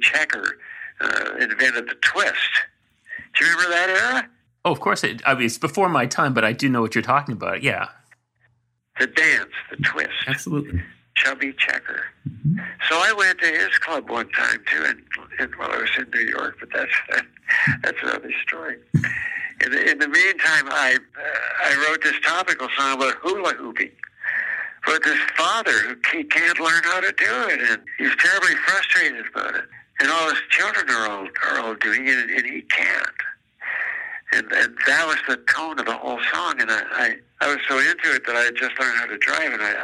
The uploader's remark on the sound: over the phone